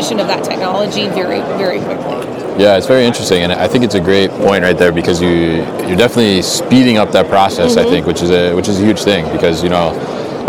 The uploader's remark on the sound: Live from Manifest 2023 in the Pitney Bowes booth